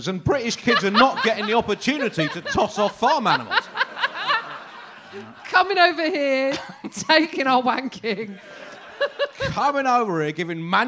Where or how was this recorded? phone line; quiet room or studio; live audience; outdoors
live audience